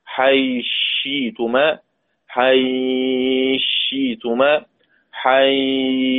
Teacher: لما نضغم الثاء في الشين سيكون هناك سكون عارض، والثاء أصلها مضمومة، الثاء أصلها مضمومة طبعا، قبلها ياء لين، قصر أو توسط أو إشباع مع الإدغام المحض، هذا ذكرناه قبل ذلك.